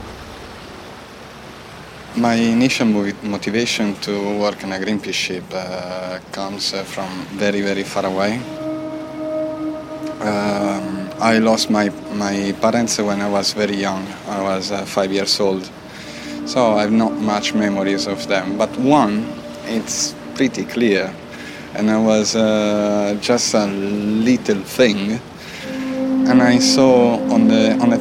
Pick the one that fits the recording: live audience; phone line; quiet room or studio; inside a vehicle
inside a vehicle